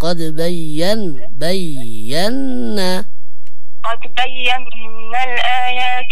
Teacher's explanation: الغنى عند النون المشددة قد بينا وليس عند الياء